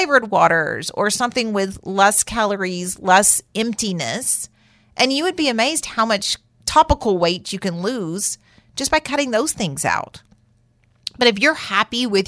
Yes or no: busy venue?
no